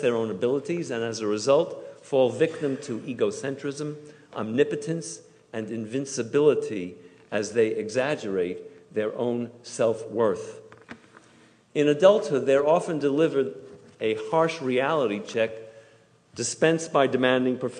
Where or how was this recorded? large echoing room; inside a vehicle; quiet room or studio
large echoing room